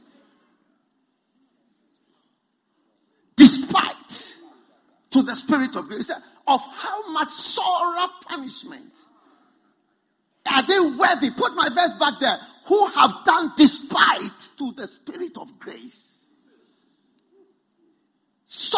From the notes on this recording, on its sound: Preached at a Healing Jesus Pastors' conference in Gaborone, Botswana on the 17th - 26th of September 2019.